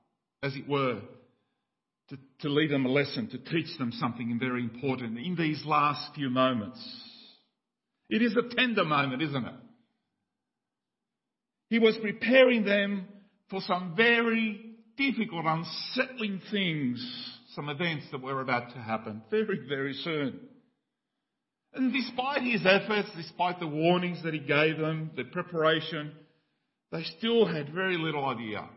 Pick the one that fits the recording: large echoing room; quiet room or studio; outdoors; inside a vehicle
large echoing room